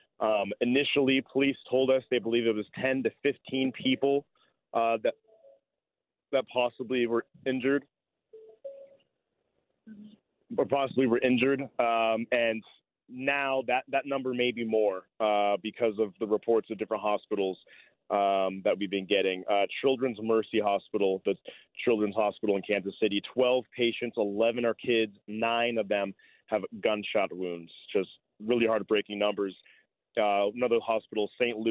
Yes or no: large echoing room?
no